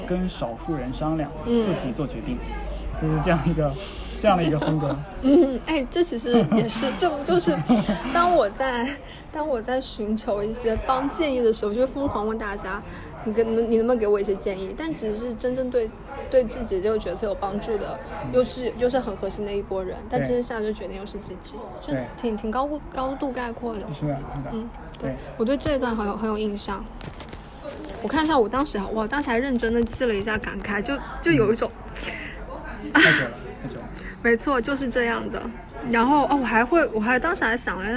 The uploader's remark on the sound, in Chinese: 本期是在餐厅录制，希望你成为坐在我们隔壁的另一桌客人